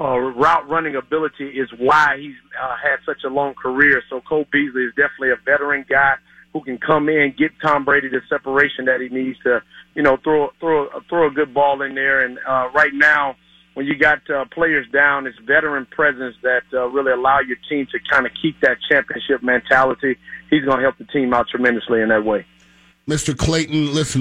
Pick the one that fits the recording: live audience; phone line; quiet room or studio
phone line